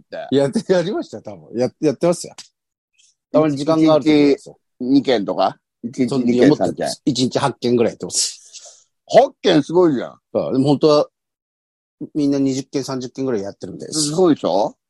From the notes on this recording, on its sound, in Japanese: ZOOMで収録。